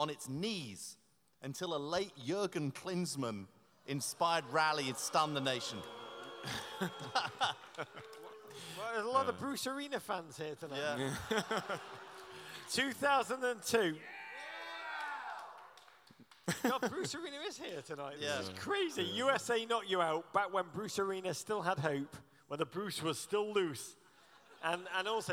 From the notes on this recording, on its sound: Live in Los Angeles.